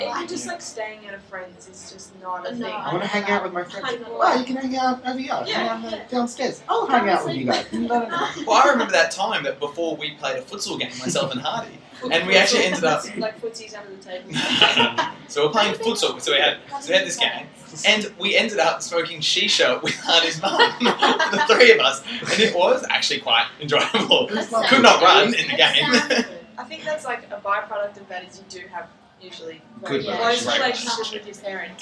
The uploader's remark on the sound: LIVE from Melbourne Central